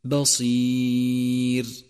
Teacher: رققت لأنها ساكنة في حالة الوقف وسبقتها ياء ساكنة · Term: رققت الراء